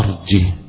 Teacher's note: ها ساكنة، إذن الهاء ساكنة يبقى أرجه، ما قلتش أرجه بس ما كسرتهاش، ترى خلاص قرأتي أنا قراءة حفص أرجه، ما قلتش أرجئه مش بالهمزة، فإذا فيها أوجه قراءات، إنما قراءة حفص بتعمل إيه؟ بتعمل إيه؟ بنسكن الهاء بس